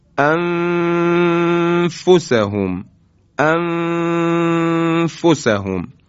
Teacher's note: مورد سوم زمانی است که نون ساکنه مخفی داریم، یعنی اخفا انجام میگیره. نون ساکن در حرف فا به عنوان مثال انفسهم انفسهم.